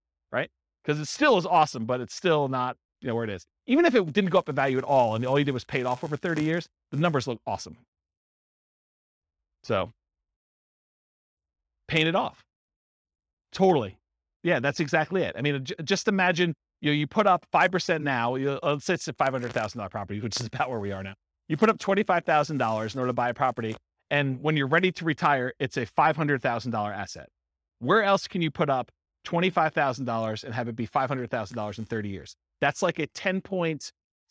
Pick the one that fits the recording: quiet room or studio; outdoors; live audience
live audience